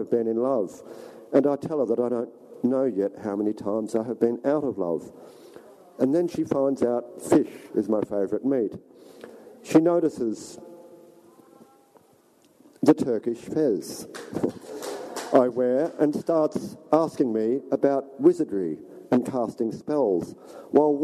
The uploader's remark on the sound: at Dancing Dog Cafe, Footscray.